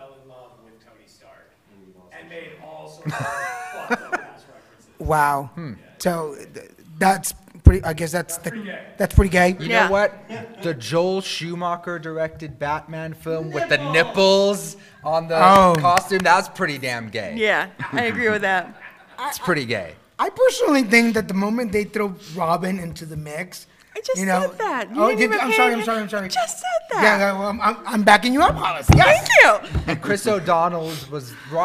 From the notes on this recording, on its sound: record live at Phoenix Comicon